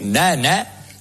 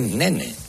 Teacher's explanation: Tienen una que es nana y otra que es nene, la normal. Una vocal abierta y otra vocal cerrada.